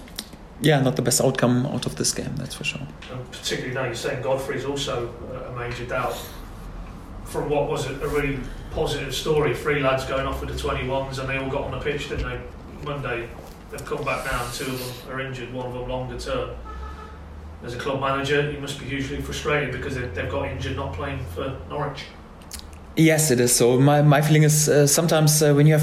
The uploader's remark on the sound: Full pre-match press conference, speaking to the gathered media at the Lotus Training Centre in Colney.